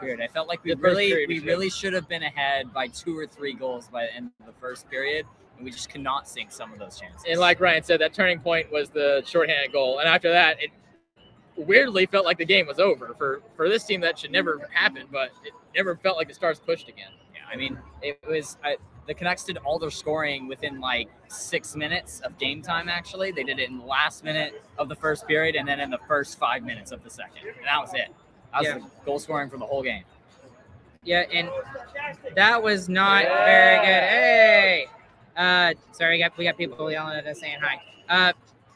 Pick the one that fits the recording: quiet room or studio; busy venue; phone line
busy venue